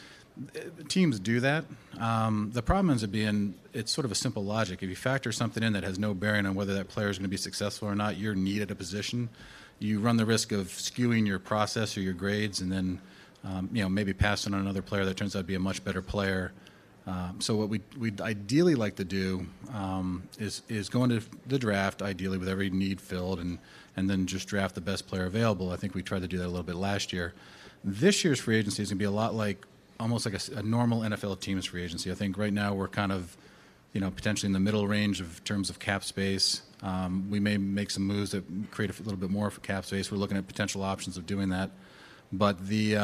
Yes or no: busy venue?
yes